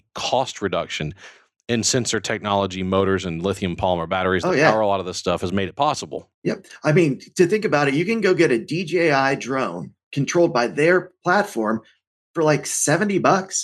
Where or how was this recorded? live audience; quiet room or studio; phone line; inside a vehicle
quiet room or studio